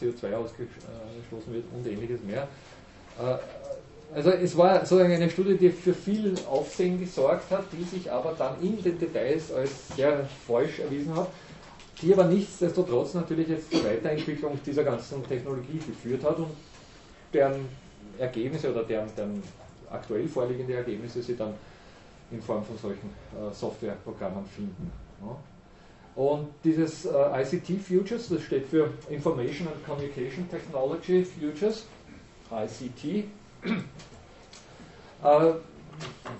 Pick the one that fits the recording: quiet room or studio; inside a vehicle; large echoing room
large echoing room